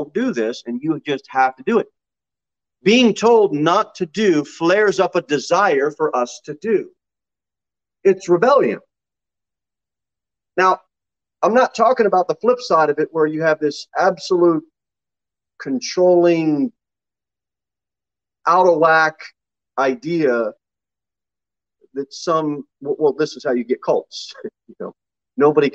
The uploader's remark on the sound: Sermon delivered at Pilgrim Baptist Church. Pilgrim Baptist Church is a bible-believing, independent Baptist church.